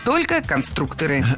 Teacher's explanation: если речь идет не о профессии, а о «Лего», например, то ударение все равно падает на второй слог